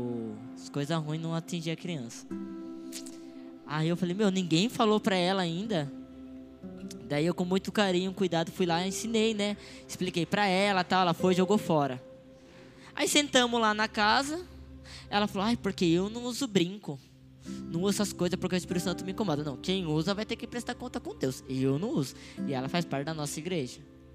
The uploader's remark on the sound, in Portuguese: Áudio do culto de Domingo do dia 11/12/2022.